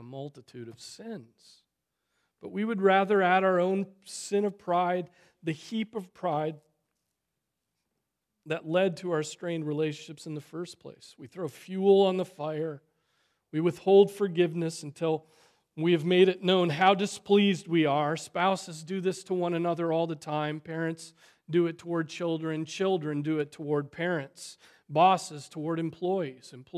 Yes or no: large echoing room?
yes